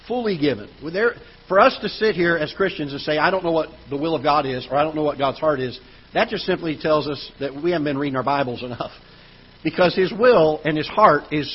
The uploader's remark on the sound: Ketha Heights Baptist Church ~ Live Broadcast